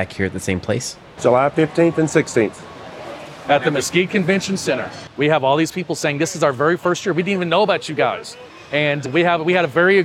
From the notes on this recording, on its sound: The Texas Haunters Convention was this past weekend in Mesquite, and we went on location to find out how it went.